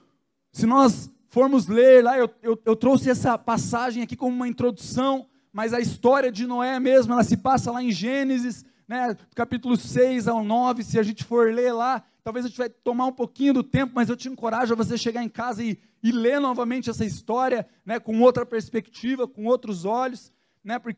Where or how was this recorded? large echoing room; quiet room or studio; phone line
large echoing room